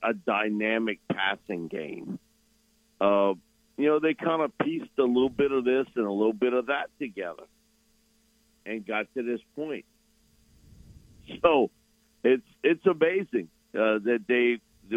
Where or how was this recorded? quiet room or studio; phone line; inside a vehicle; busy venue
phone line